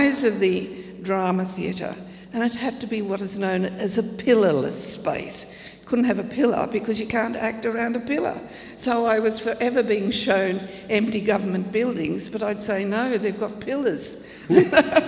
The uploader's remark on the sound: This was our first attempt at doing a podcast LIVE!! Whether I could keep the style of conversation going in front of an audience. It was great to feel the vibe in the Great Hall.